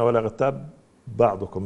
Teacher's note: التقت خطا ولفظا، فهي في الخط باء بعدها باء وباللفظ باء بعدها باء، نتج عنها إضغام